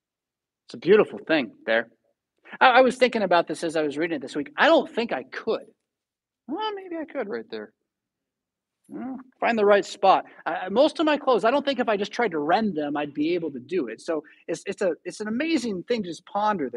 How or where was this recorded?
large echoing room